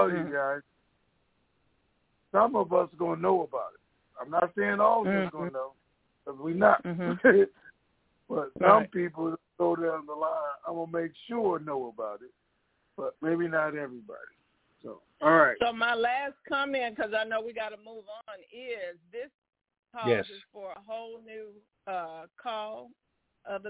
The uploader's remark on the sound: TNTSuperfantastic Conference Call.